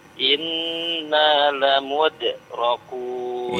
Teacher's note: Lamudrakun, huruf dal qalqalah ya.